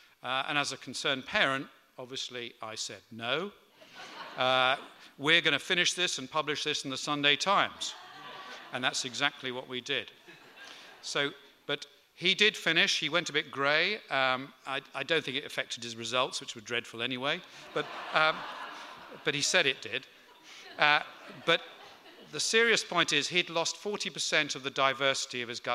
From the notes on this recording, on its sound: Recorded on 19th November 2018 at The Tabernacle at the 5x15 health special.